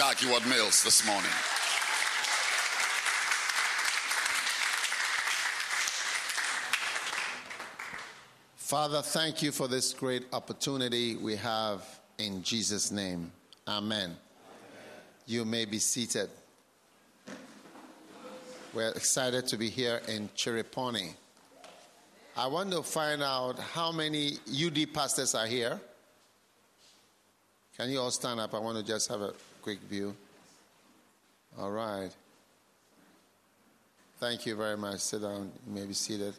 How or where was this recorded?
live audience